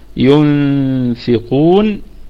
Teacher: ينفقون. وأيضا نراعي هنا عدم تدخل الشفتين في هذا الإخفاء والتخلص من الضمة، لأن الضمة ابنة الواو، فلا تضم الشفتين إلا في الواو أو الضمة.